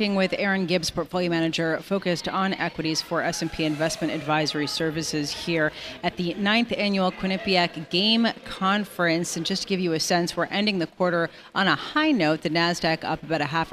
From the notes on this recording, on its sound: Broadcasting live from the 9th annual Quinnipiac G.A.M.E. Forum in NYC.